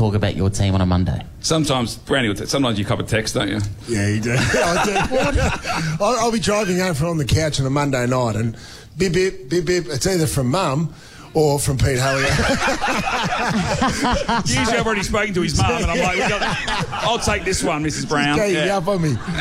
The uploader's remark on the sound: LIVE From The Melbourne Comedy Festival. Joins us live on stage at our Melbourne International Comedy Festival breakfast!